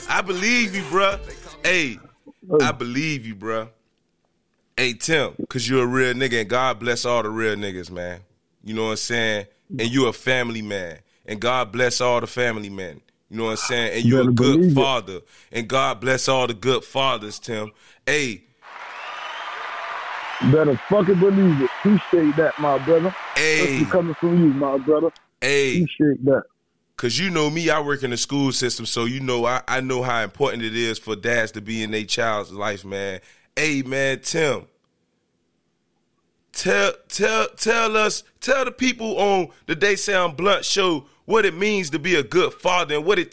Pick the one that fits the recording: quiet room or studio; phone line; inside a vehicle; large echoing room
phone line